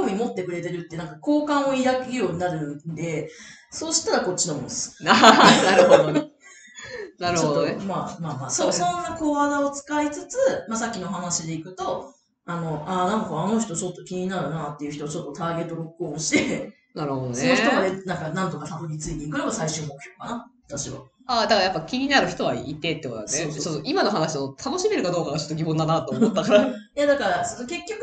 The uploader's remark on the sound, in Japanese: 今月音質が非常に悪いです！すみません！